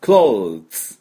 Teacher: これが複数形になりますとね、th の音と s をね、同時に出す。 clothes。th にしといて、歯の先をちょっと軽く、って噛んだと思ったらそれを引きながら、clothes。というふうに、舌先噛み切るんじゃないかと。いうぐらい感じで、clothes。three months と同じです、出し方。で、これ難しいんでね、僕はもう